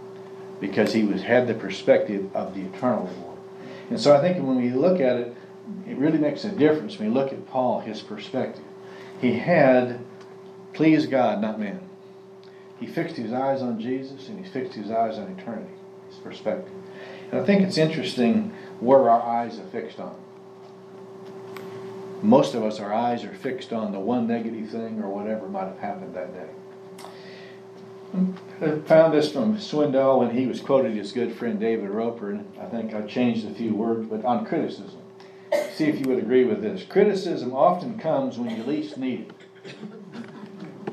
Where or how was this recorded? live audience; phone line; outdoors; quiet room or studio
live audience